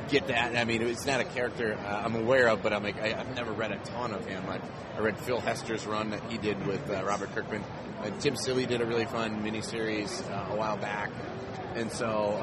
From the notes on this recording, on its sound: At C2E2 2015. In Chicago for C2E2 this past weekend and did some recording from the floor of the show.